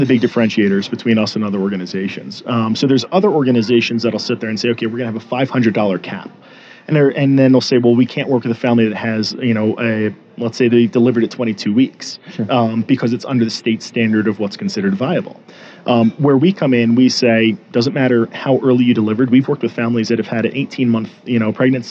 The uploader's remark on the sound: Live From The Denver Press Club. This radio program/podcast includes a 30-minute meet-and-greet session, then a one-hour recording of the show.